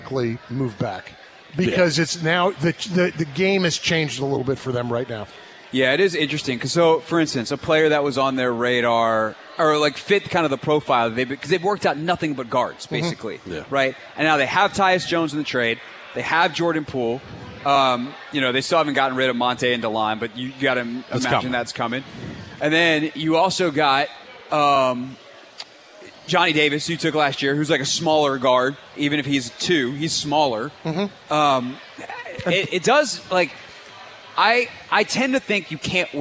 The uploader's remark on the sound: live from Capital One Arena